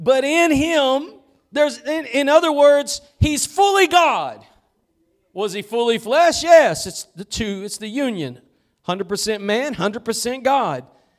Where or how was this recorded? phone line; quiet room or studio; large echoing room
large echoing room